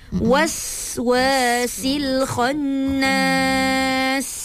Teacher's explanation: Bunyikan sofir pada sin